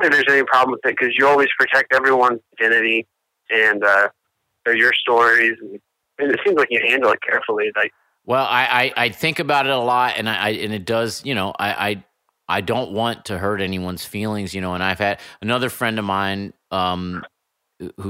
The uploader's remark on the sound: Listeners' Calls. This is the second half of the phone calls.